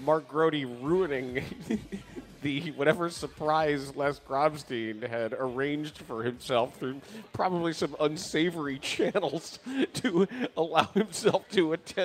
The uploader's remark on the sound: live from Benchmark in Old Town for the Circa Big Game Watch Party